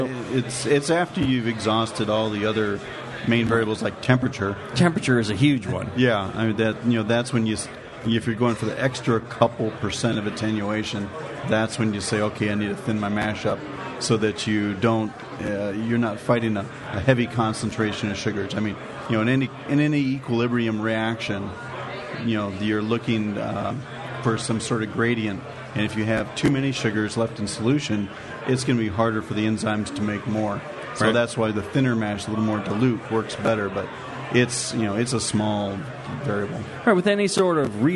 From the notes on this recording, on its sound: The 2009 national Homebrewers Conference in Oakland. This is a live question and answer show. From the hospitality suite at the conference. Festival attendees and listeners were able to ask the brewing questions they've always wanted answered from our two experts.